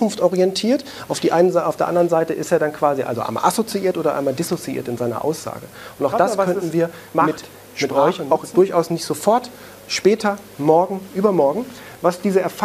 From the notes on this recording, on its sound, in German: einen Mitschnitt aus einem Vortrag